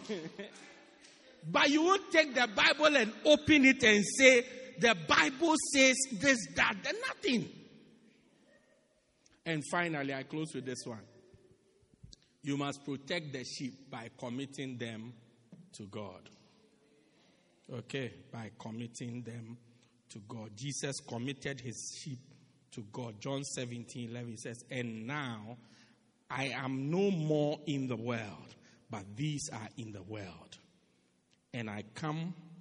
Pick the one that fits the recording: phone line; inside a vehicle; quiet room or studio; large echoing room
large echoing room